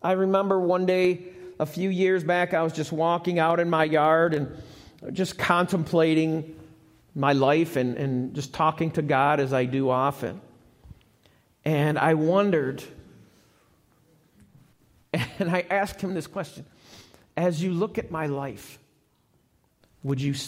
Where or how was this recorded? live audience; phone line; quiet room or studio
live audience